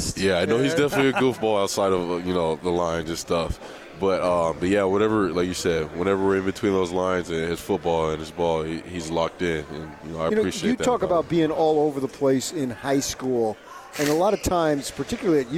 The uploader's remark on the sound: LIVE from Pac-12 Media Day in Los Angeles, CA.